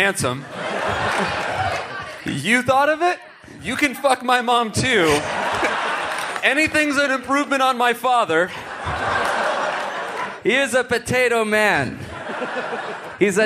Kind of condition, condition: setting, live audience